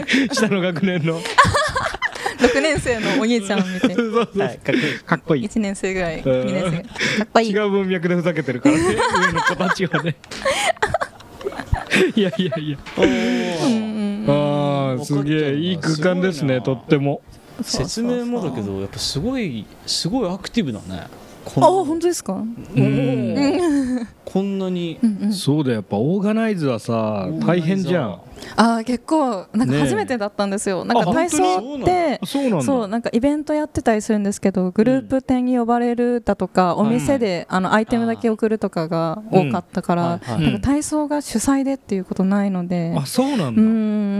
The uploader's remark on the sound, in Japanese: 公開収録はじまるよ!!